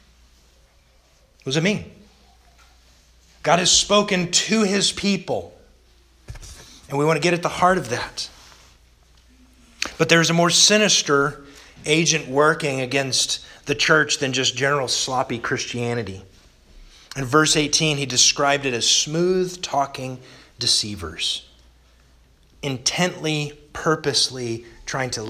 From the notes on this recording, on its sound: Sermon delivered August 15th, 2021 to the Galena Bible Church